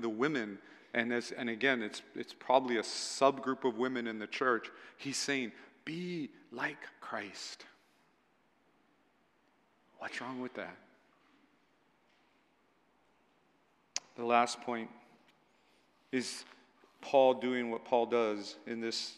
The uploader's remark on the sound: at Waialae Baptist Church